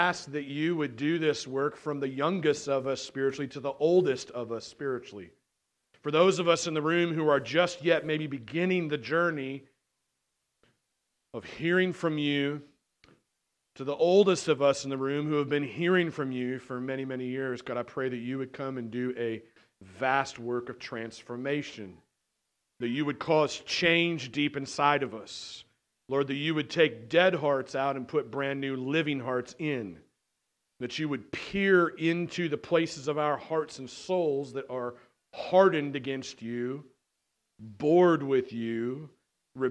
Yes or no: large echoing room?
yes